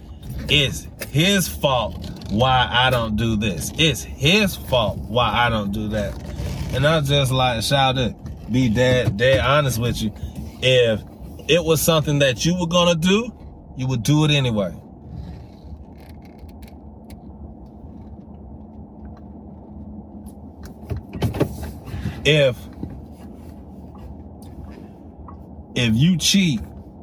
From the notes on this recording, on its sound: Driving while Thinking. While I was driving home.